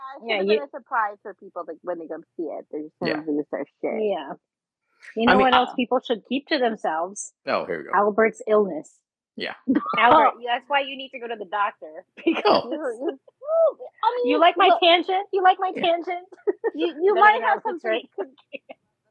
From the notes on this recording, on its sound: Especially with the audio problems and all.